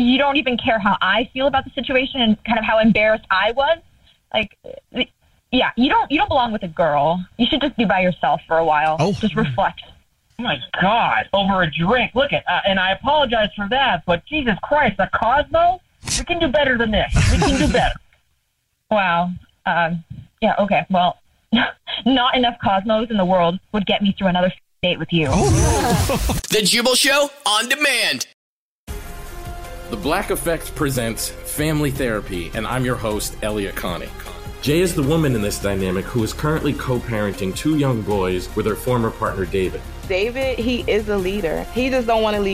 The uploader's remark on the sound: We get that other person on the phone to see why they're "ghosting". There is a guy on the phone.